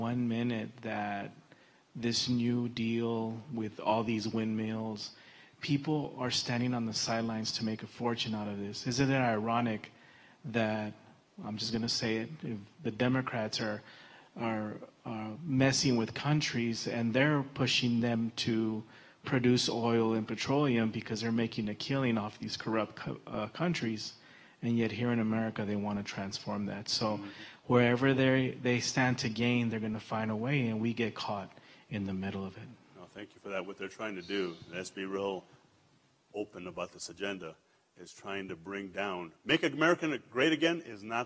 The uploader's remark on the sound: El Paso Christian Church Live Stream